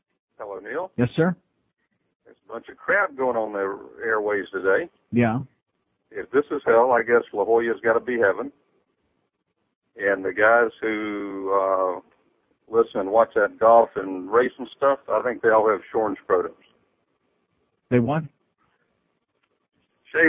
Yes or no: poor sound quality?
no